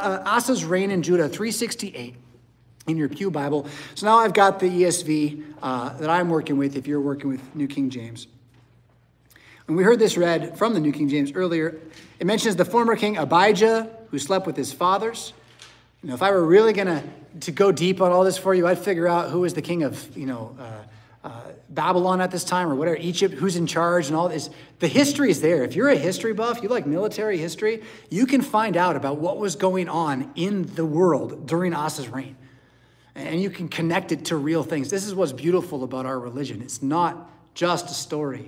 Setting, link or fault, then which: setting, large echoing room